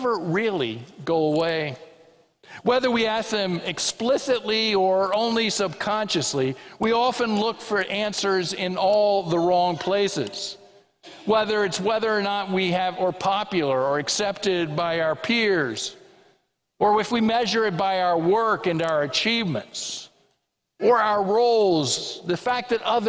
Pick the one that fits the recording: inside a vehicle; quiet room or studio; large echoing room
large echoing room